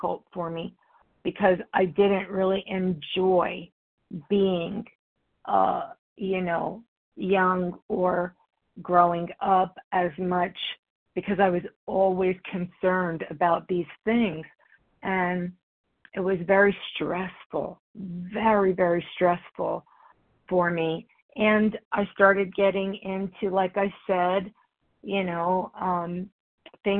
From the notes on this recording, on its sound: the 100 Pounders Phone Meeting, 6/6/23